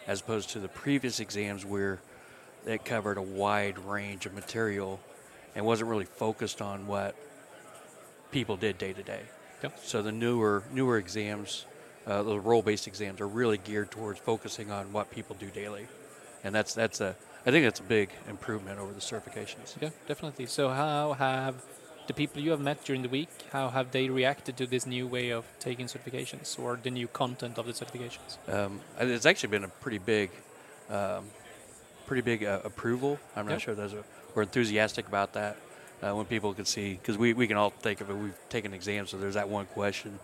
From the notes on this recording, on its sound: recorded at Microsoft Ignite in Orlando